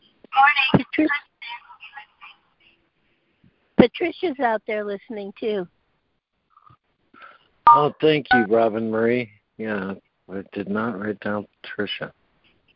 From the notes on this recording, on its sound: ACIM Daily Conference Call